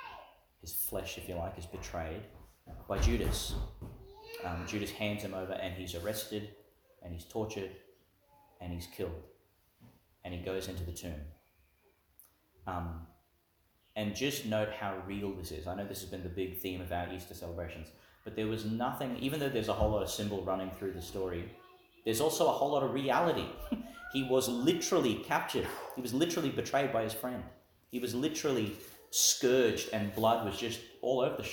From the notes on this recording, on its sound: Homily for Ascension Sunday, delivered in St Mary's Catholic Church, Ubobo.